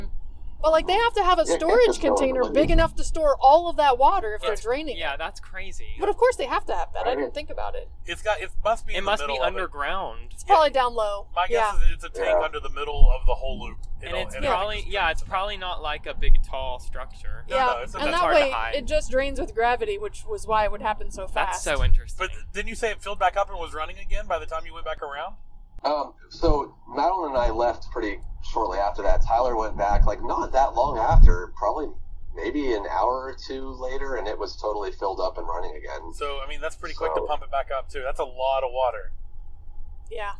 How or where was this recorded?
inside a vehicle